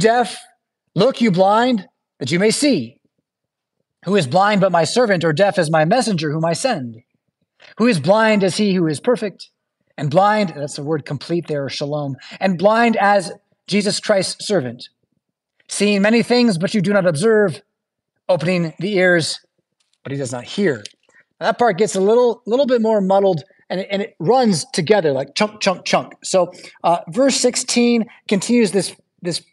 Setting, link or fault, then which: setting, large echoing room